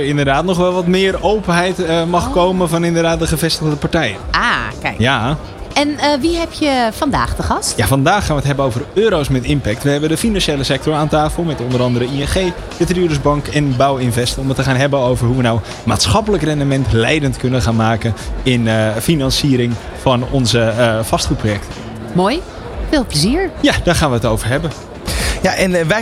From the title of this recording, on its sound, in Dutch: New Business Radio op de PROVADA 2023